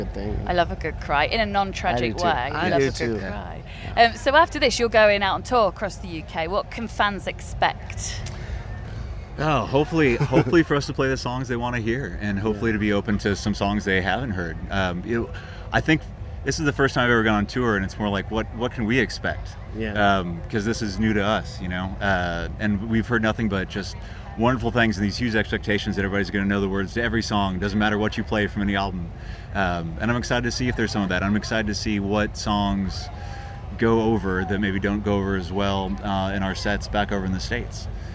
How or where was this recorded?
busy venue